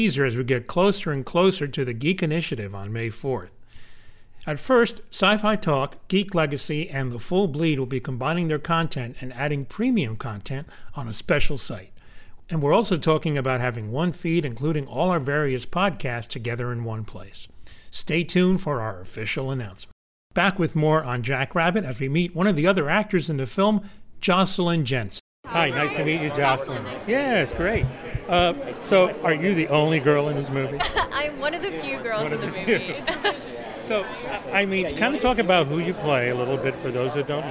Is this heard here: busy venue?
yes